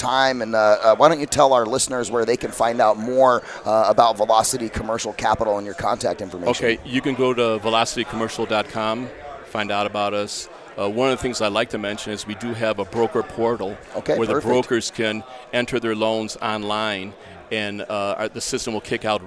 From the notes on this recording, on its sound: VoiceAmerica Live Broadcast From Scottsdale Arizona! A one day event for real estate professionals with Live Interviews on Site.